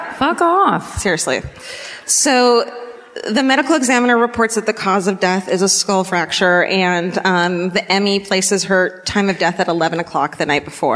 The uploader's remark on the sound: Live at the Lyric in Baltimore